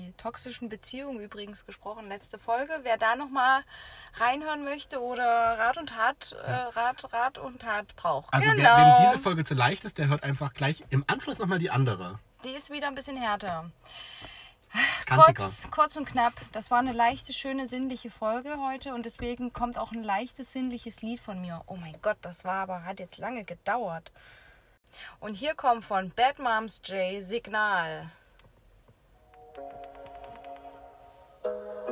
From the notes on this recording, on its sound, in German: Die heutige Folge haben wir mit einem kühlen Drink, während die Sonne langsam unterging, im Auto aufgenommen